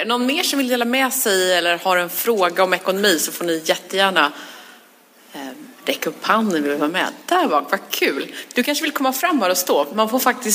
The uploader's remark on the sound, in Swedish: LIVEPODD. Veckans avsnitt är inspelat på Social Media Party och publiken är med och ställer frågor om allt som har med ekonomi att göra.